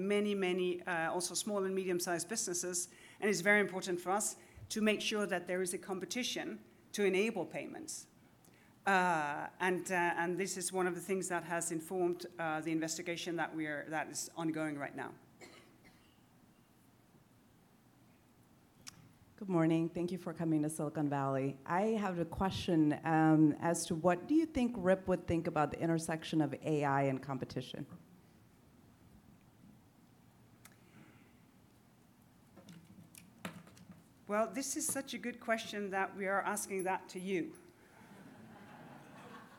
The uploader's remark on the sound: At the Tech Antitrust conference held in Palo Alto on January 11, 2024. By Concurrences in partnership with Clifford Chance and Compass Lexecon.